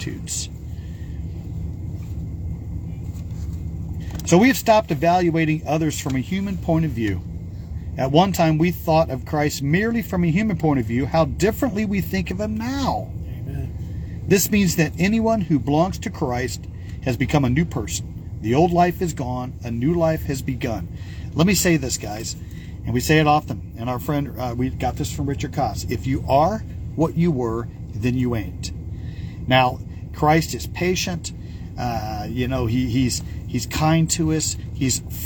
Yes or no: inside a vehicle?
yes